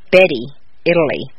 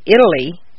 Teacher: The d of Italy is in the middle and is weak